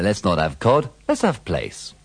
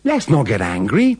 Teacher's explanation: If you listen carefully to the pronunciation of let's in these dialogues, you'll find that the T disappears.